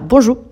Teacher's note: esta R desaparece y que la gente dice bonjour, así muy rapidito y como una flecha